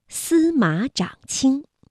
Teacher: 马读21，不读214了。长也读21，因为后面呢还有一个一声字 · Term: 变调